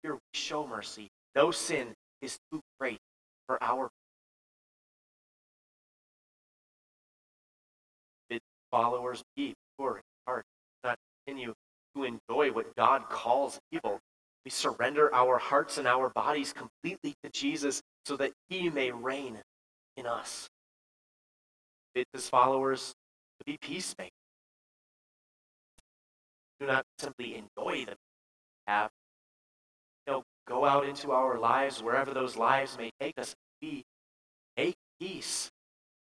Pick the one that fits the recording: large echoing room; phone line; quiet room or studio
large echoing room